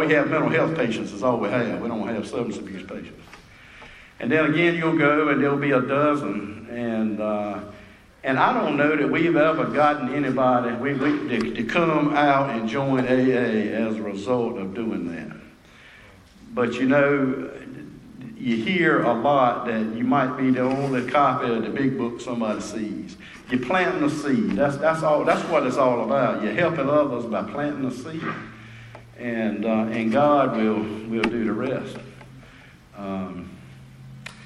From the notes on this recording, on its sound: at the Spring Into Action Conference 2022 in Sanford NC